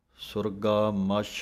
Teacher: ਸੁਰਗਾ ਮੱਛ ਥੋੜ੍ਹਾ ਜਿਹਾ ਕੱਸ ਕੇ ਅੱਧਕ ਲਗਾ ਕੇ ਬੋਲਣਾ ਹੈ